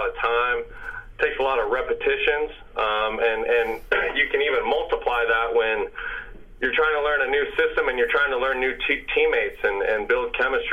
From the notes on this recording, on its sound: Play some sound from that conference call. Play some sound from that conference call.